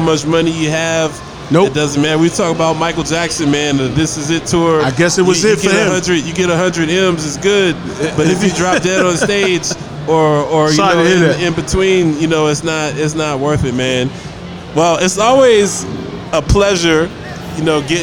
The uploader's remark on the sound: Live From Dave & Busters